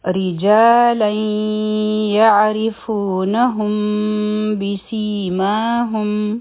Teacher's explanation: یعنی د میم ساکن آواز به د پټولو کوشش کوو · Term: د میم ساکن اخفا